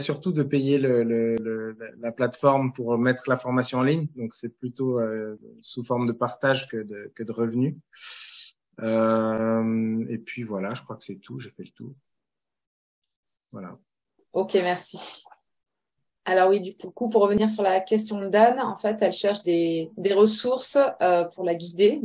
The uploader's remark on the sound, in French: Replay audio du webinaire enregistré le 19 novembre 2022